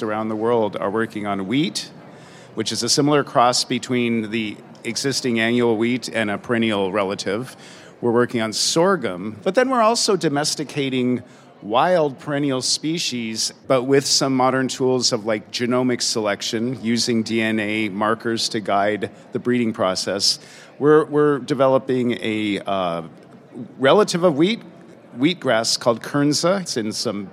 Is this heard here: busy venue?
yes